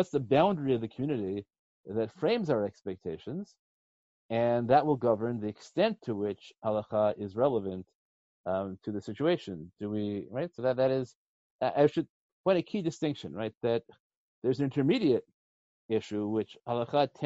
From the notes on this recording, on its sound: In a lecture given recently over ZOOM.